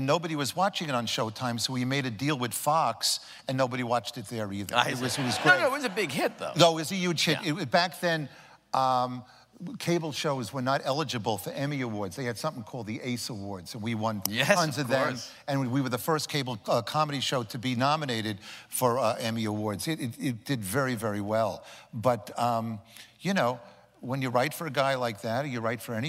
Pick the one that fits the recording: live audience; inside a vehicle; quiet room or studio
live audience